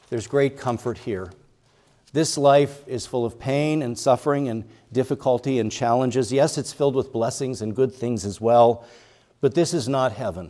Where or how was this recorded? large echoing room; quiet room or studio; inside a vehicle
large echoing room